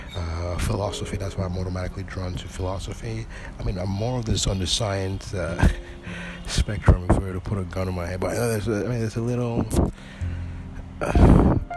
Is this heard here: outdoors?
yes